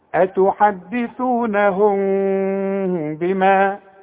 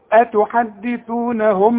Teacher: كل ميم سكنة يعني بدون تشكيل بعدها به بيحصل لها اخفاء، بخفيها بشفايفي، ما اقفلش شفايفي، بيحصل انفراج في الشفايف · Shown in: first take · اوعى تضمني شفايفك عند الوصل. اسمعها، اتحدثونهم بما، انما لو